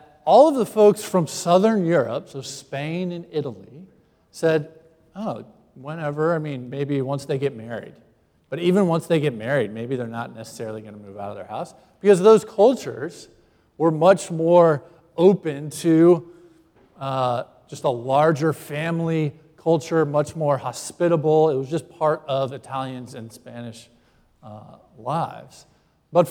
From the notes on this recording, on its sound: Live Stream Worship at Christ Presbyterian Church, New Haven